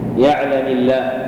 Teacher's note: وأن يرقق لام كلمة الله إذا كسرت كقولك لله، أو كسر ما قبلها كقولك يعلم الله